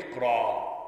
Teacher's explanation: فإنه يوقف عليه عند حمزة بإبدالها، إبدال الهمزة حرف مد من جنس ما قبلها